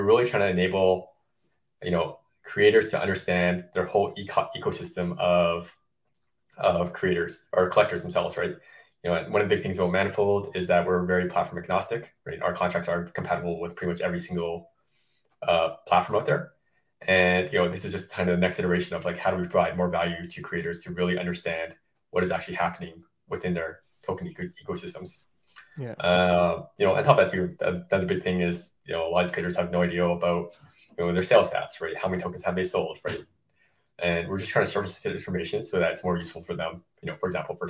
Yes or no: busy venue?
no